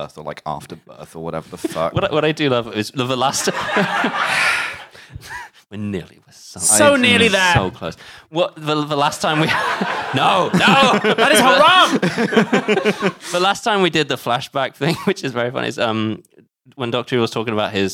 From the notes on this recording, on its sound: Recorded live at the Streatham Space Project.